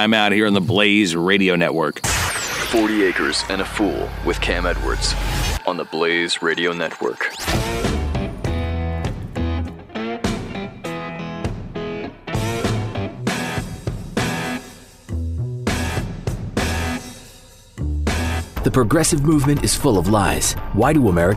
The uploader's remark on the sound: There’s nothing like hanging out by the firepit on a cool spring evening; good conversation and spirits, the sound of crickets chirping underneath the big yellow moon.